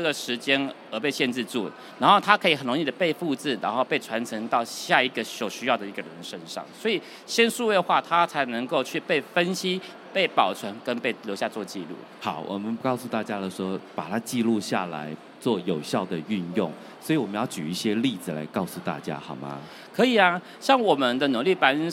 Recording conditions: busy venue